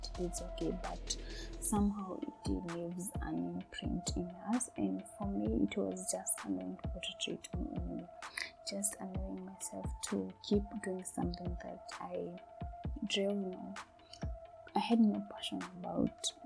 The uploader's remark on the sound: Sorry for the sound quality